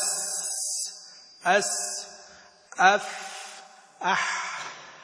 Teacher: شوف الأوتار هذه تراها الآن لما يخرج مثلا أس أس أف أح، تجد الوترين يعني منفتحين ويخرج يعني الصوت بدون اهتزاز للأوتار الصوتية · Term: الهمس